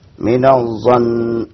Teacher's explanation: إن وقفت على هذه النون المشددة فغنها حركتين